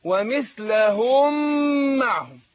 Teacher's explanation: تشكيل والميم الثانية هتصلك عليها شدة وفتحة معناه إيه الكلام ده إن الميم الأولانية أضغمت في الثانية صارت ميم إيه واحدة واحدة فأقول إيه ومثلهم معهم ومثلهم طبعا